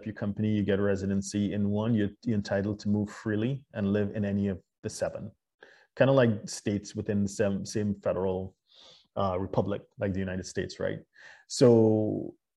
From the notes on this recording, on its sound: LIVESTREAM. For those joining us on Zoom.